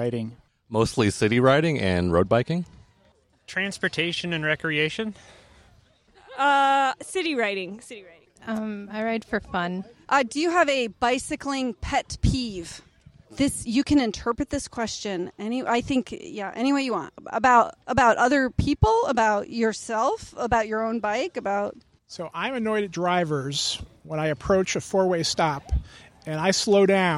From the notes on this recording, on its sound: The Sprocket Podcast goes for a bike ride! We convinced some folks to ride with us on a blazingly hot Portland evening, and we recorded an episode along the way. At Irving Park, Colonel Summers Park, and Ladd’s Addition Park.